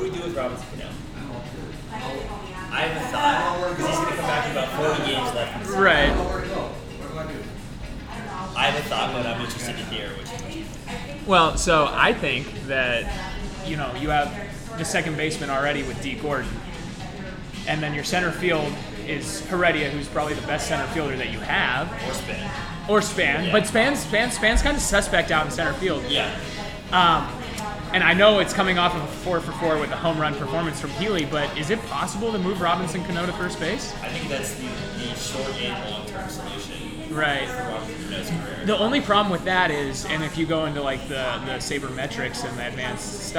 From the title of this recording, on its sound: LIVE from Intermezzo Carmine